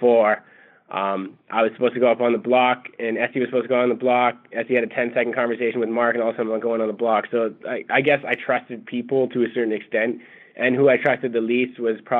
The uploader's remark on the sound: Phone Interview